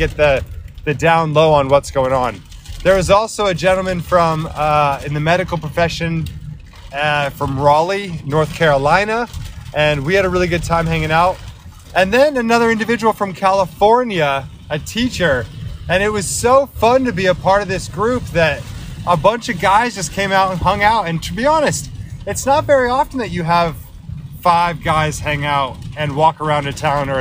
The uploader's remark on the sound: Driving home in an Austin, Texas thunderstorm.